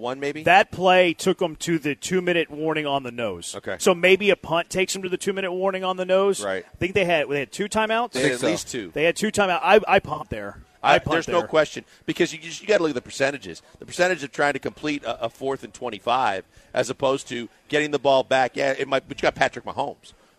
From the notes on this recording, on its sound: LIVE from East River 9 in East Downtown!